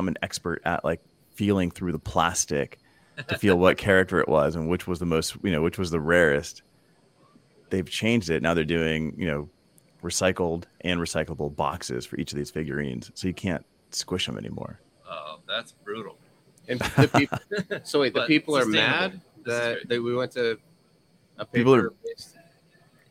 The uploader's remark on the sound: Live from PackExpo